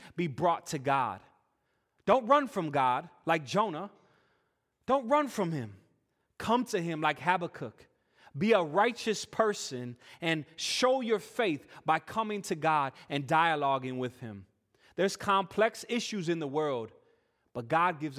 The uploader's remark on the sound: Full worship service recording